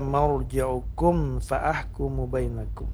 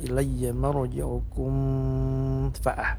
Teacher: Kemudian ada izhar, izhar syafawi pada kata marji'ukum fa ahkumu bainakum, mim sukun bertemu dengan huruf fa, ini namanya adalah izhar syafawi. Izhar syafawi adalah bacaannya jelas, mim sukunnya maksudnya tidak boleh dipanjangkan. · Shown in: first take · Tidak boleh misalnya ilayya marji'ukum fa'ah, tapi harus diizharkan.